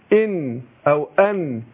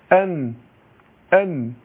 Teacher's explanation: احنا عندنا النون المظهره النون العاديه بتخرج من طرف اللسان ايه، ما اقول ان لاصول الثنايا، اصول الثنايا دي العليا من جوه، واخد بالك من فوق، فانا بقول ان او ان، يبقى طرف اللسان بايه بيلزق فين؟